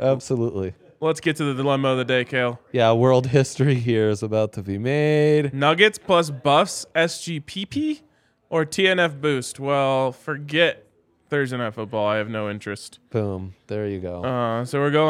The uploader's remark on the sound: LIVE from the DNVR Bar